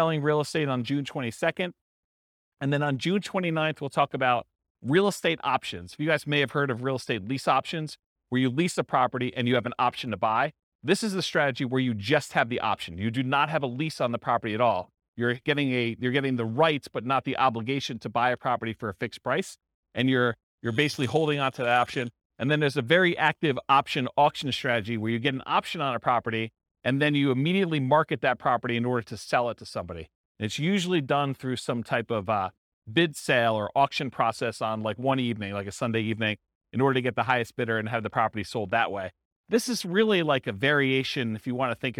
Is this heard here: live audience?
yes